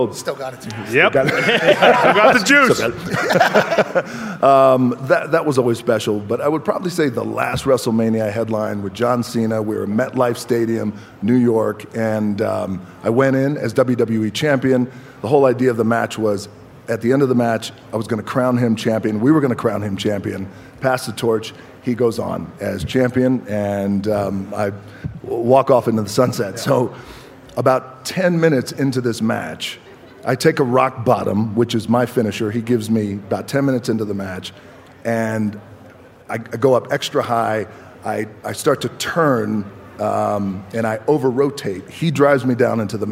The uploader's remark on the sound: LIVE from the set of College GameDay in Boulder, Colorado